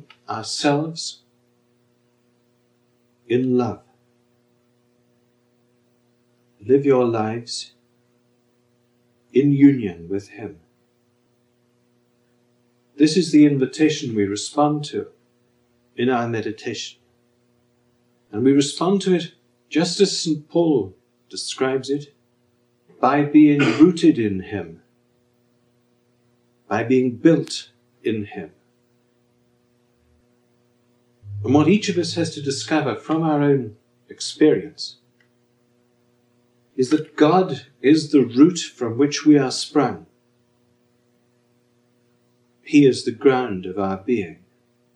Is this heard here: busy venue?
no